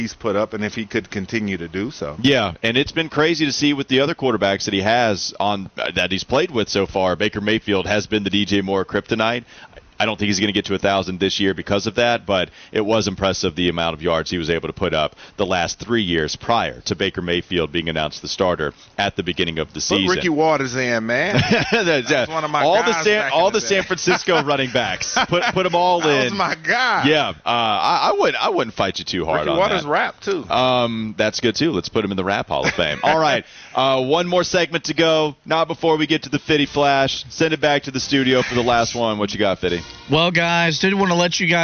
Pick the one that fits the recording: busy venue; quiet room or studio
busy venue